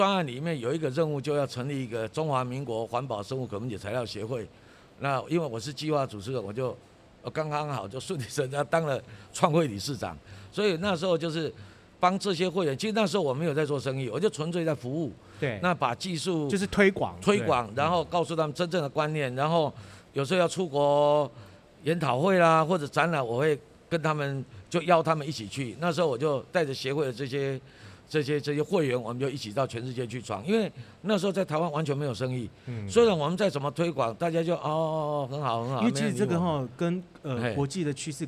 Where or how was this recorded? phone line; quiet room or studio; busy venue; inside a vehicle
busy venue